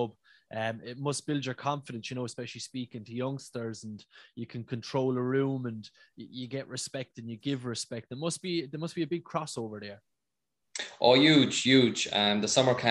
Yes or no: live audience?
no